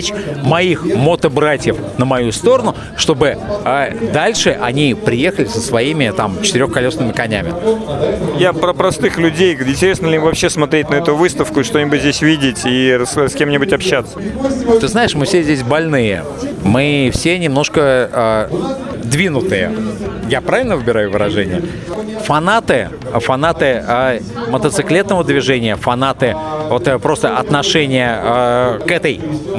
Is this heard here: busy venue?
yes